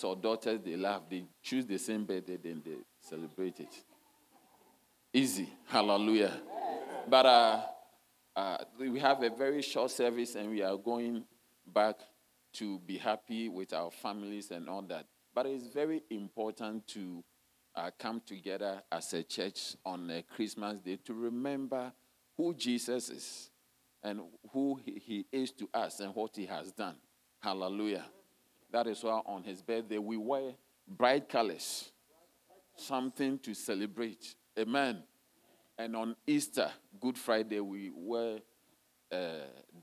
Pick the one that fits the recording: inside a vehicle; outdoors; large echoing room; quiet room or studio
large echoing room